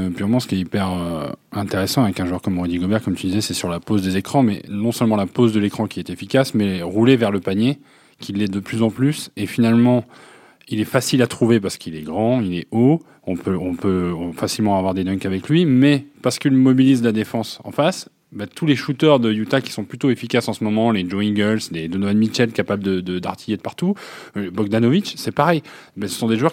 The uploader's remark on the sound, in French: À New York, par téléphone.